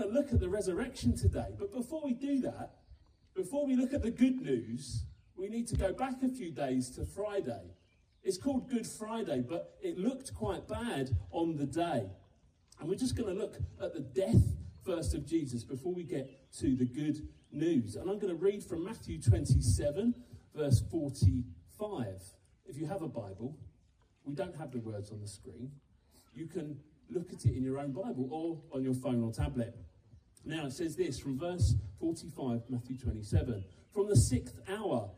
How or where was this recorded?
outdoors